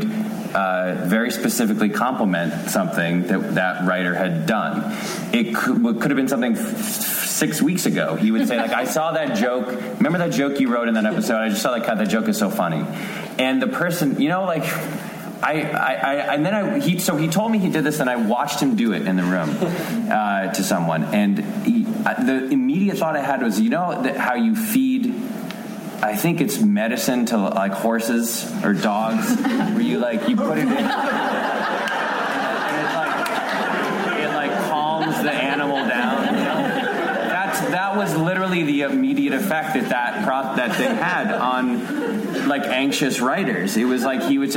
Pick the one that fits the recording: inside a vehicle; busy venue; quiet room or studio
busy venue